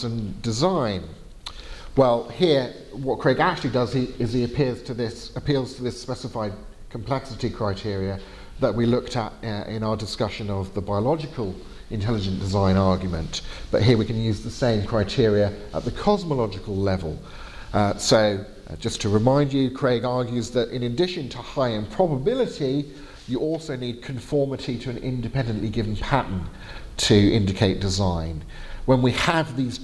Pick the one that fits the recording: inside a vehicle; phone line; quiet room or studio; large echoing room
large echoing room